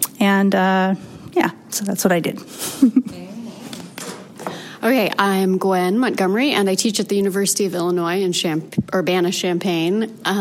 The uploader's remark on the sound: This episode of Positive Space feature interviews with participants in the FATE affiliate session at the Mid-America College Art Association (MACCA) Conference.